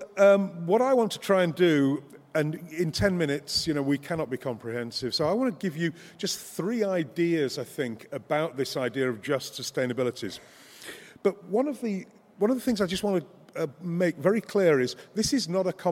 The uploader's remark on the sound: Keynote Conversation 2: 'Looking Forward' from the 'Environmental Justice 2017' Conference, held at the University of Sydney (6-8 November).